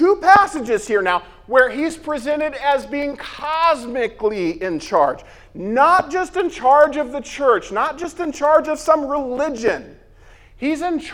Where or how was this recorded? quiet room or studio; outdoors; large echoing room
large echoing room